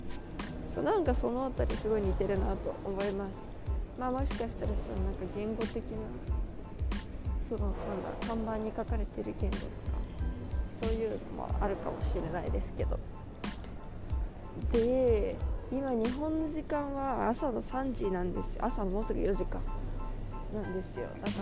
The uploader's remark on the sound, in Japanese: 乗り継ぎのチューリッヒ国際空港で収録しました！Wi-Fiの調子が悪く、途中から一人録りになりました。